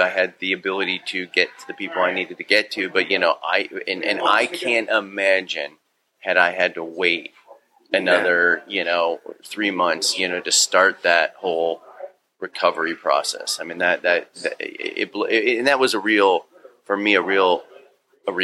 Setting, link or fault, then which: setting, busy venue